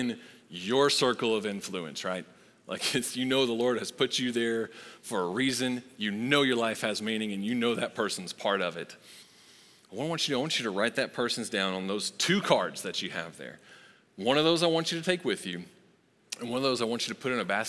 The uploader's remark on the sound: Recorded live at Long Hollow Church on January 10, 2023.